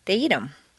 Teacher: Notice that in fluent speech, the th of them is frequently dropped